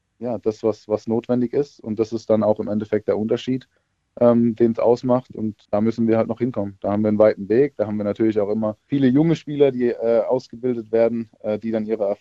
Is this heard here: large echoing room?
no